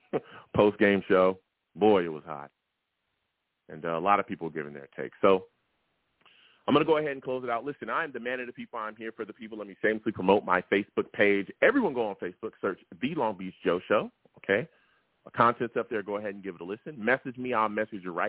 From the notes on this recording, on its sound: Live immediately after the Jets game against the Bengals, I sat down and discussed the game! The callers went crazy on this show and the takes were flying! I take live callers!